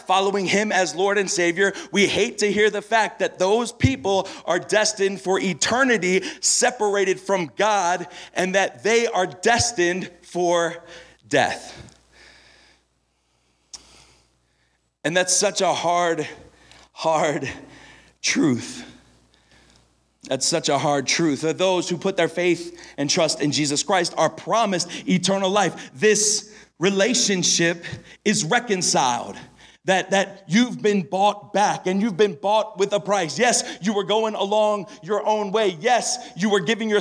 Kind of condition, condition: setting, live audience